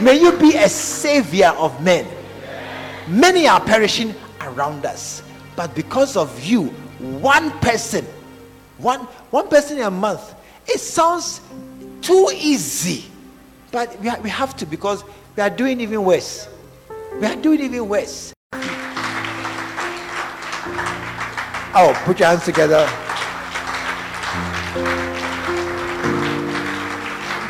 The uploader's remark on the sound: Preached At The Art Of Evangelism Conference